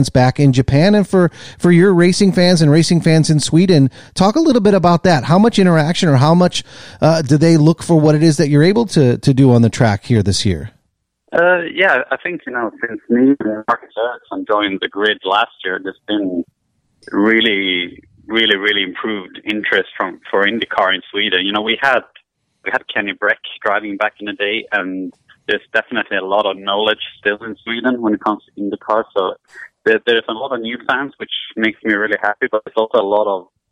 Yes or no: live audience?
no